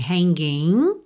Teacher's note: O G final de hanging não é pronunciado, certo? Você termina o som mesmo no N. Hanging. E aí você pode usar esse N já para juntar.